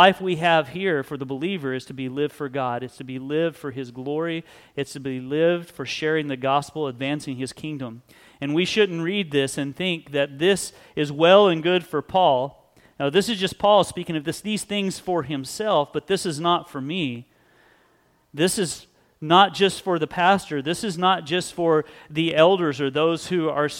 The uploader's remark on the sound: Sunday Service